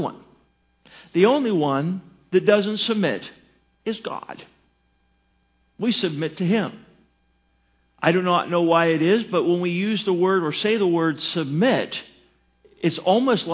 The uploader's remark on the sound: Sermon was recorded March 11, 2018 at Northside Baptist Church of Elkhart, Indiana